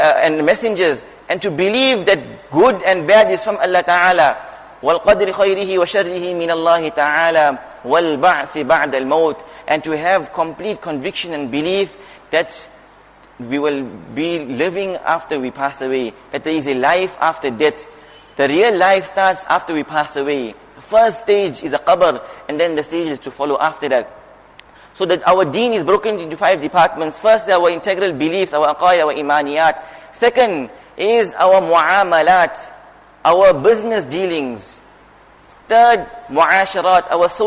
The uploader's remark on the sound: Jumuah Lecture